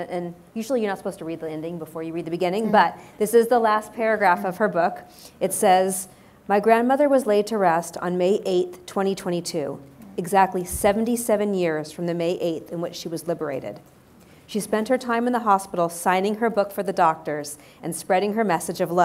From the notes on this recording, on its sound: we back to our in-person event